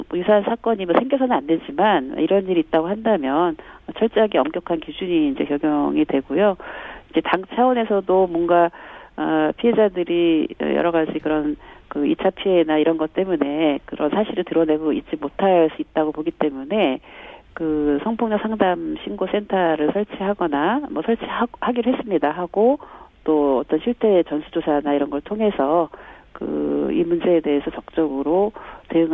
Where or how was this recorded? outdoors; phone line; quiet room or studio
phone line